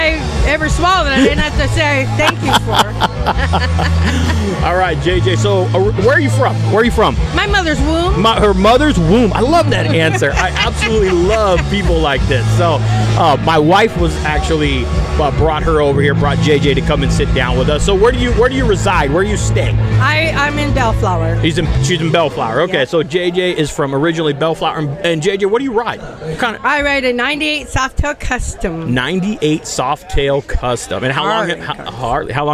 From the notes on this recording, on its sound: Live from Live Fast Rally. I was invited to set up a booth the Live Fast Rally 4 and it did not disappoint.